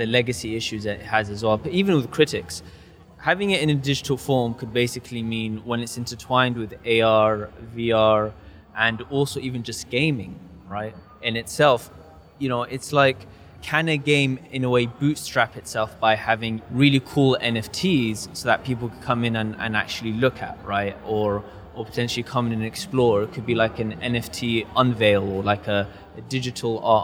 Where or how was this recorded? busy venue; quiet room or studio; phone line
busy venue